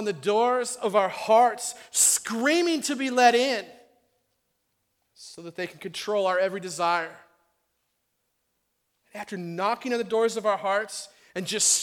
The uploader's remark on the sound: on June 5th, 2016 at The Well an Acts 29 and Converge Heartland Church in Hastings, NE.